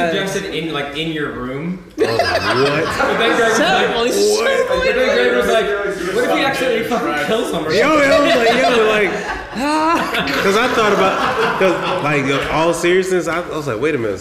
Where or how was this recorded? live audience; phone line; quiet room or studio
live audience